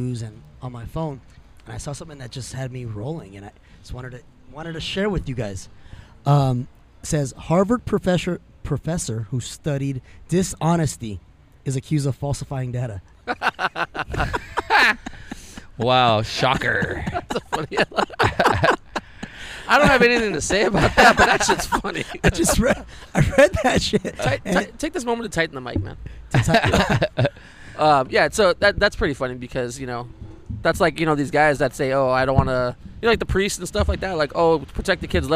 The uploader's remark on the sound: Our 26th adventure finds us outside amongst the savages of uptown Whittier.